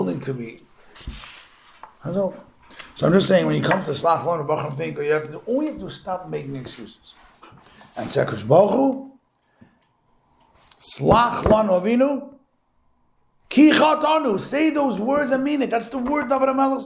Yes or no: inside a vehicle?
no